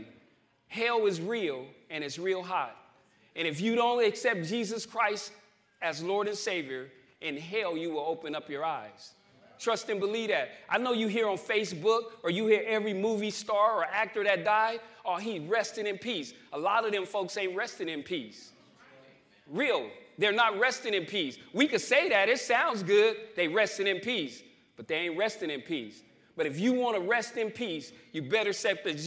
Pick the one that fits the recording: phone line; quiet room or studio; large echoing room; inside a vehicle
large echoing room